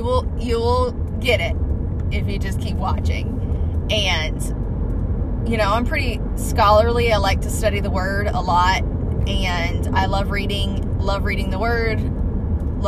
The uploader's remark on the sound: Car recording